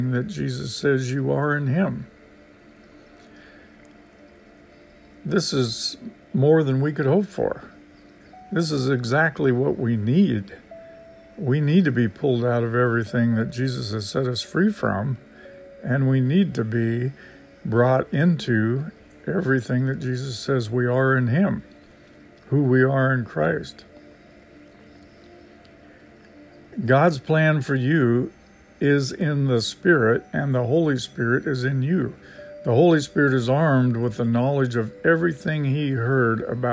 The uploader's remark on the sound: Life in the truck